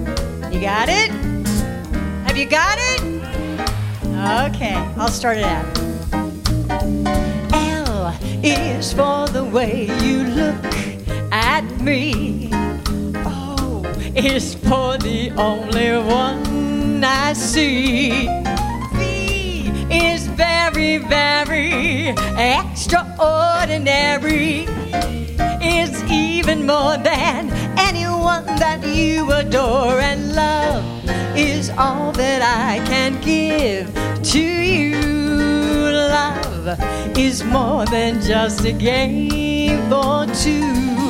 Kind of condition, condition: setting, live audience